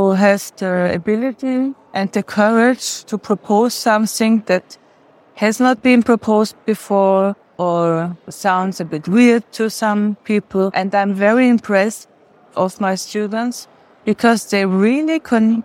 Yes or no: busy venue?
yes